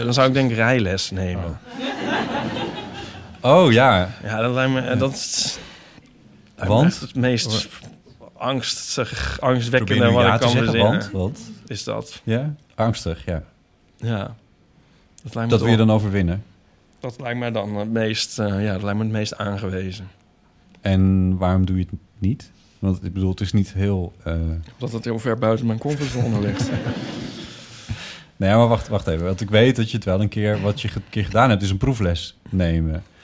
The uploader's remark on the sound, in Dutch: Live vanaf het Oorzaken festival. Live op het Oorzaken Festival in Amsterdam.